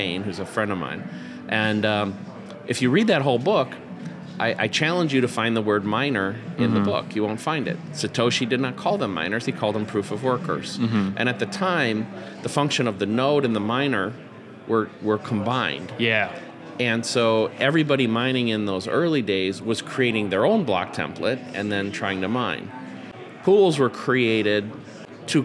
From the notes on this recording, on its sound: live from the South Carolina debut